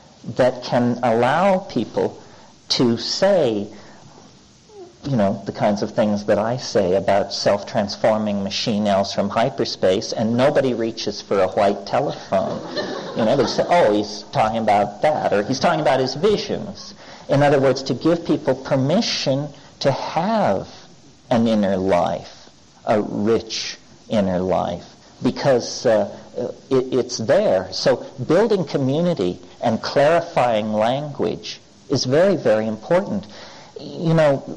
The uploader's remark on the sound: The second part of a talk. Answers questions from the audience.